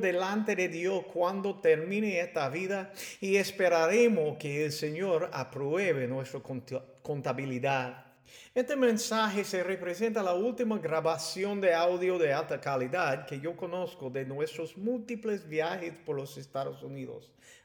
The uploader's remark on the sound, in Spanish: Fue capturado en vivo el 6 de octubre de 2019 en la iglesia 4 Corners en West Chester, OH.